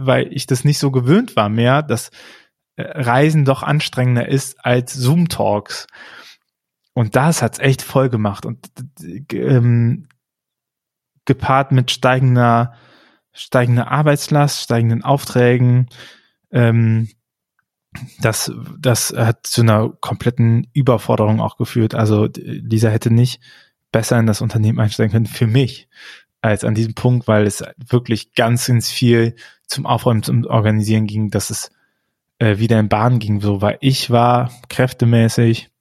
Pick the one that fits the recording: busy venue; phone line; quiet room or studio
quiet room or studio